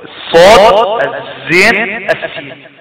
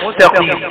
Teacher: حروف اسمها حروف الصفير، لما تيجي تقراها تحس في صوت كده زنة، صوت يشبه صوت الطائر